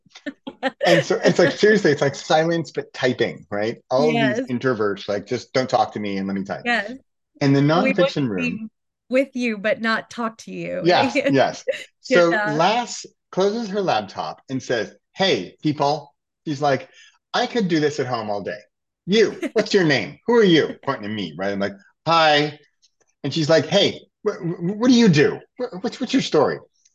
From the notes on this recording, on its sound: recorded from our Zoom call